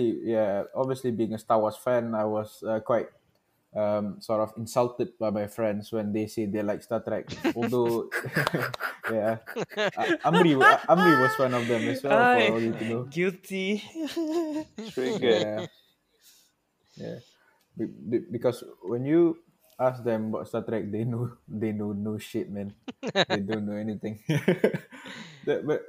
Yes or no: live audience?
no